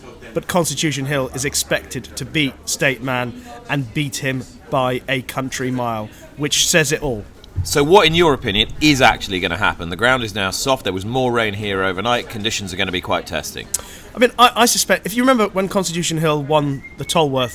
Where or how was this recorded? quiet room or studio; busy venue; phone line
busy venue